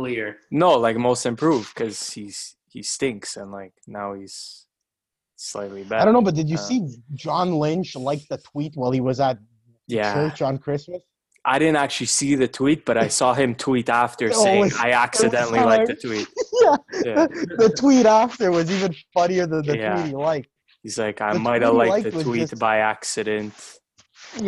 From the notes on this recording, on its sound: We’re doing the pod through Zoom today because of a little COVID outbreak.